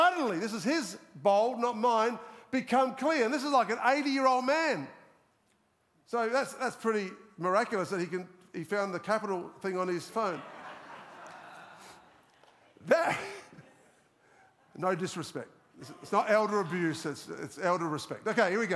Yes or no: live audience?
yes